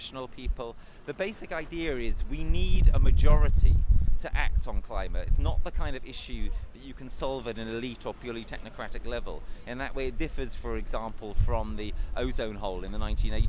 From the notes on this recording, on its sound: Special audio feature live from The Big One climate action in London. Capturing the proceedings on the first day of this protest, called 'The Big One'.